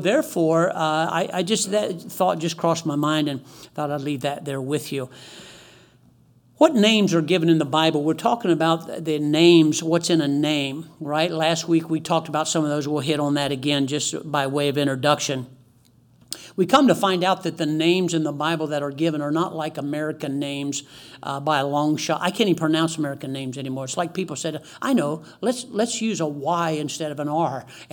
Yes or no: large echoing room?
yes